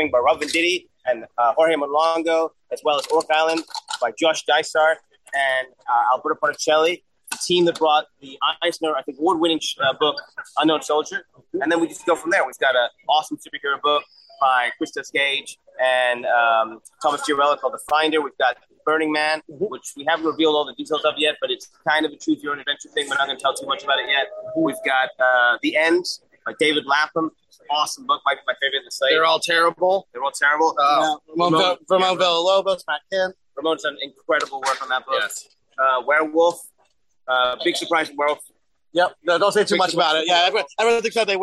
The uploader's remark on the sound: Bad Idea Kickstarter Live from NYCC.